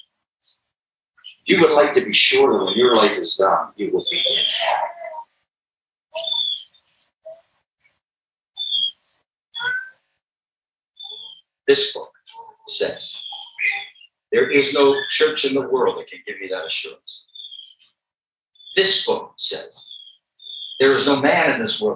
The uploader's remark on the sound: Gospel tent meeting. Quality of this recording is poor.